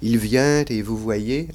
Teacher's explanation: un léger « t » qui va du côté de « il vient » · Term: liaison